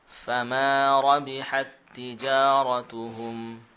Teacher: Huruf ta sukun. Di sini tidak kita beri sifat hamz pada ta yang pertama. Rabihat ti, tidak.